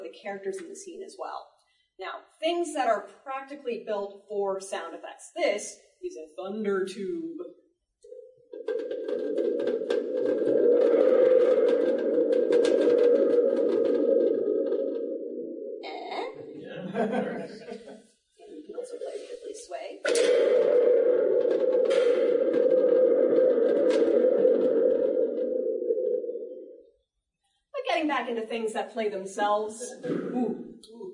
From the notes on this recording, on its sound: Today we bring you a recording from our panel at the Oak Lawn Public Library.